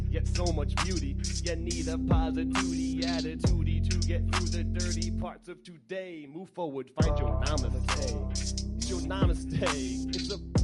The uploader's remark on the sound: thanks to the Parlour for hosting this recording at their fine space on North Main Street in Providence